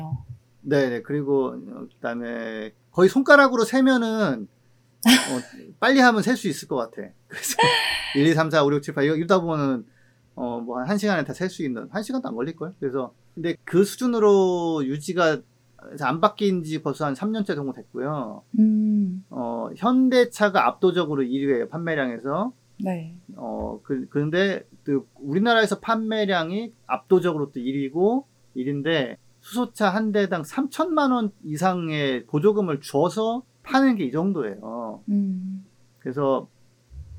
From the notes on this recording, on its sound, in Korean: 안내: 코로나로 비대면으로 녹음한 방송입니다. 음질이 고르지 못한 점 양해 부탁드립니다.